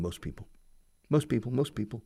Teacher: Most. Pero al empezar people con consonante, la T de most se come.